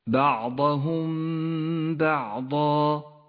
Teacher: بنفس الآية حكم الإخفاء الشفوي في قوله تعالى فأتبعنا بعضهم بعضا، الميم الساكنة وبعدها حرف الباء، تخفى الميم بالباء مع بقاء غنة للميم بمقدار حركتين